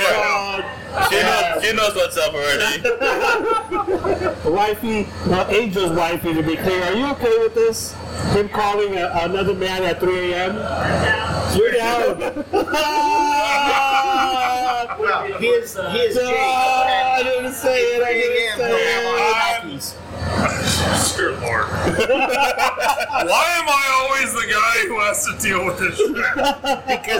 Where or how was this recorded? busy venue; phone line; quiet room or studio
busy venue